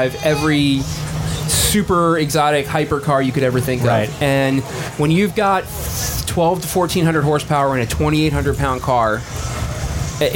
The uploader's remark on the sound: We are live at The Hot Wheels Legends Tour in Secaucus, NJ.